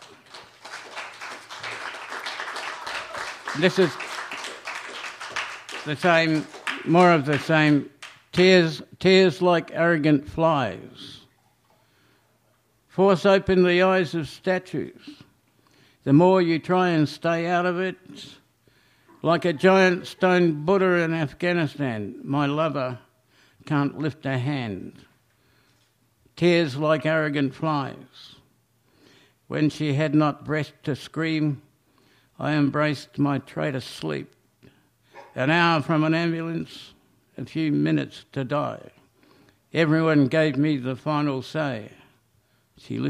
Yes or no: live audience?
yes